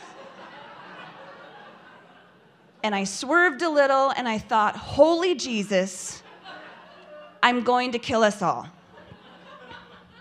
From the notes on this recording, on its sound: Pivot Spokane is a live storytelling event hosted quarterly. This event was recorded live on February 6, 2020.